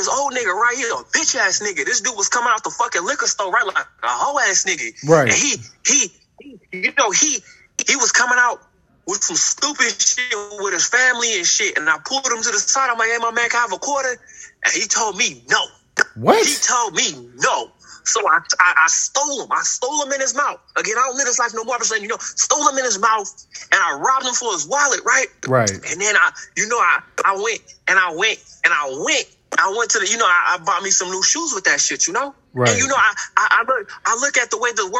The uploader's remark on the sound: interviewing a prisoner straight from prison on his mobile phone